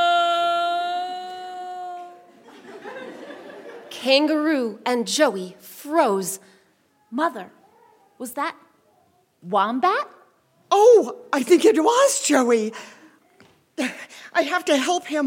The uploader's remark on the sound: Recorded live with musicians from the … as part of our 2019 summer pop-up series